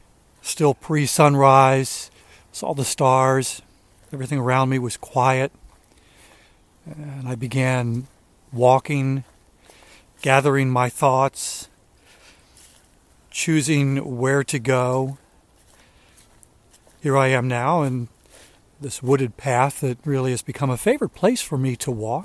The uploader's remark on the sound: during today's ten-minute walk